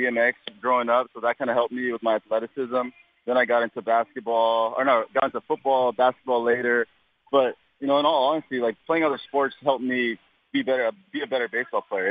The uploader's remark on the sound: called in for a chat